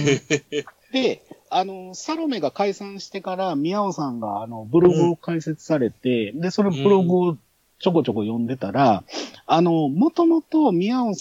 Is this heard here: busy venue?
no